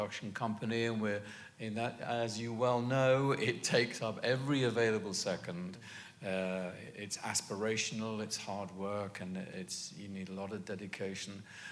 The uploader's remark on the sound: 92Y Talks. Recorded on August 18, 2015 at New York's 92nd Street Y.